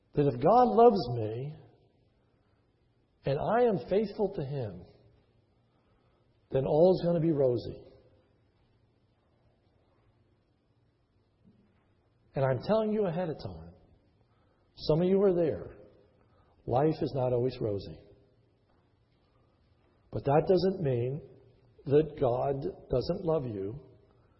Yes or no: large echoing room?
yes